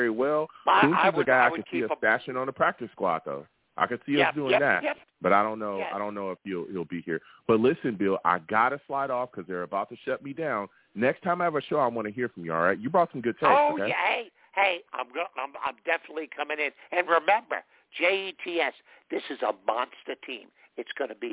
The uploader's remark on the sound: I take live callers!